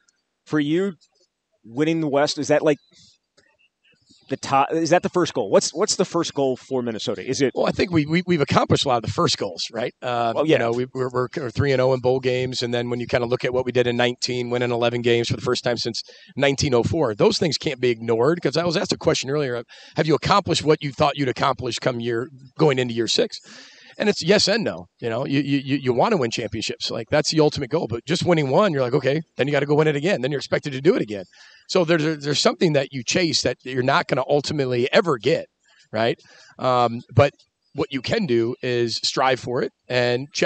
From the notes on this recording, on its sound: Live from Big Ten Media Days in Indianapolis.